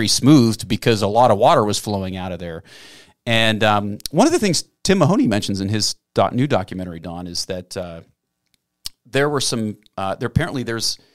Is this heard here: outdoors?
no